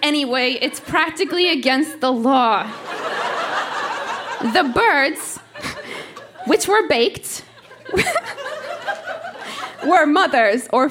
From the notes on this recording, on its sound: Recorded live at the Tranzac in Toronto, ON.